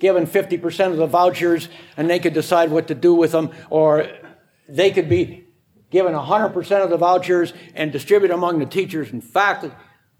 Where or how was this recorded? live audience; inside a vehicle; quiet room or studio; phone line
live audience